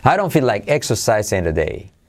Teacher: dicho rápido, la T de today se convierte en R suave